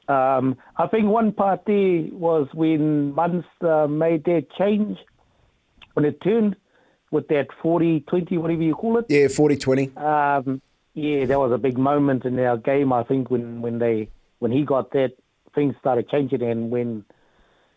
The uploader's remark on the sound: We hit the phone line and hear how Warriors fans are feeling.